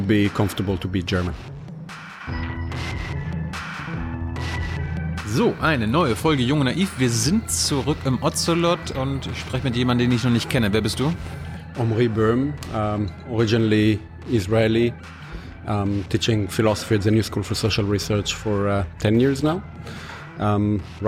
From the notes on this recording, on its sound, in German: in der Berliner Buchhandlung "ocelot" (Brunnenstraße) aufgezeichnet